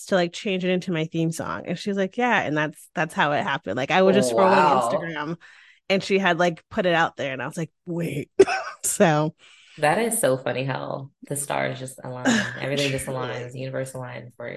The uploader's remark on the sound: This podcast was recorded via Zoom.